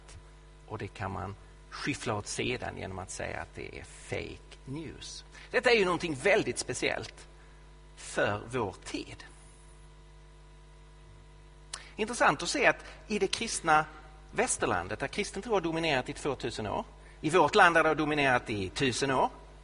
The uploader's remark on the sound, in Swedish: Inspelad i Betlehemskyrkan i Stockholm